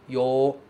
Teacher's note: esse Yo no começo, esse Yo é prolongado